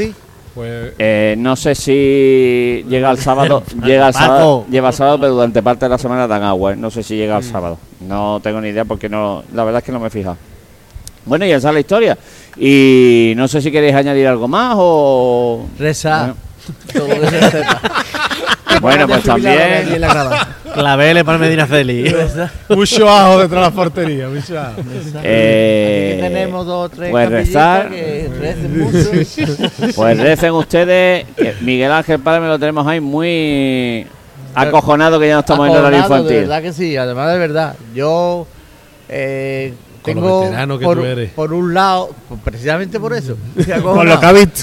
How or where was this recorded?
busy venue